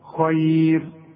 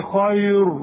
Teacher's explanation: اوعى تقول لي خير وتمدني شفايفك، واذا مدت لي شفايفك هتطلع مفخمة الراء · Shown in: first take